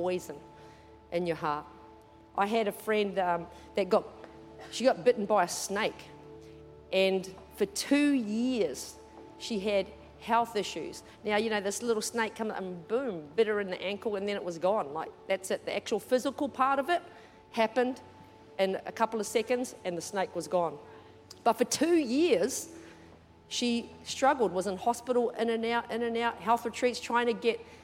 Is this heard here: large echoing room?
yes